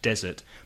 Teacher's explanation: Desert, desierto, has the stress on the first syllable